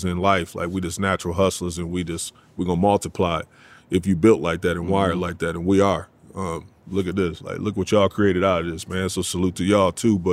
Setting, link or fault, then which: setting, busy venue